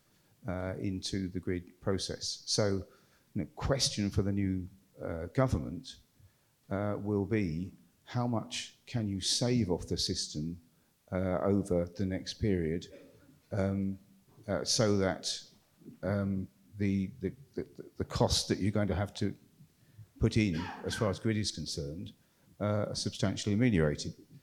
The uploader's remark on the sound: This event was part of the IfG's Labour Party Conference 2023 fringe programme.